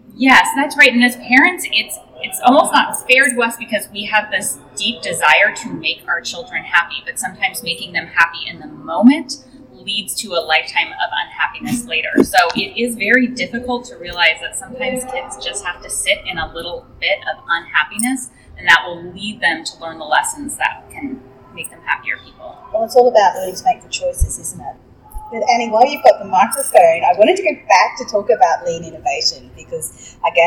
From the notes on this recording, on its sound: This podcast was recorded live at #fincon22, and the sound quality is less than perfect.